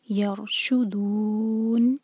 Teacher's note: آخر میں نون کی آواز کلیئر، واضح ہو، اور دو چار حرکہ لمبا، یہ ہے مد عارض للسکون.